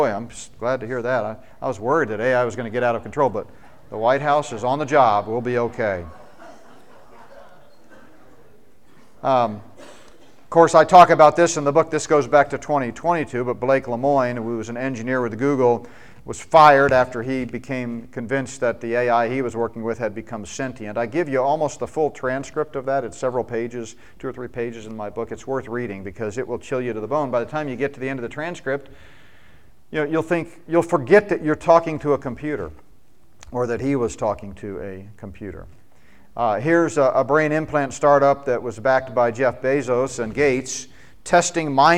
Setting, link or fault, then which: setting, live audience